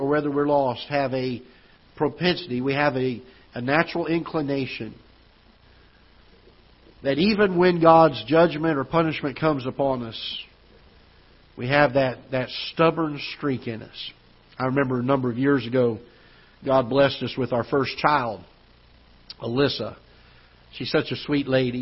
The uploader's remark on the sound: Ketha Heights Baptist Church ~ Live Broadcast